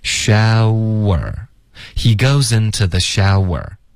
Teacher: shower 的这个屋大家注意你要嘟嘴啊呜然后嘴唇分开 were 就会导致一个很轻的一个 w 音